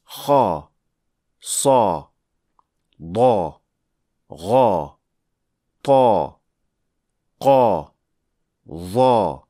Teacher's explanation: One, raising the back of the tongue. Two, the middle part of the tongue is lowered. Three, the throat is narrowed. This is done rather automatically, but it does happen whenever you pronounce a heavy letter.